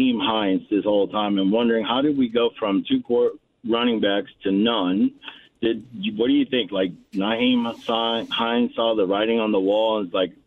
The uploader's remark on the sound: He also continues to take calls and comments from listeners about the press conference.